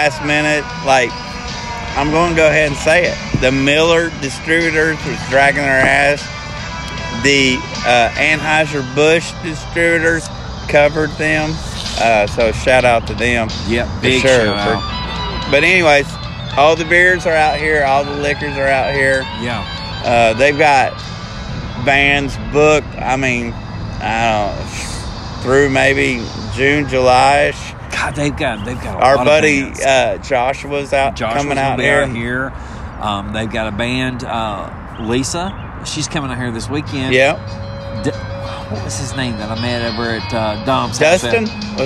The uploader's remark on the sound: Saints & Sinners Opening …. Live And In Your Face! It’s JBTC live and on location.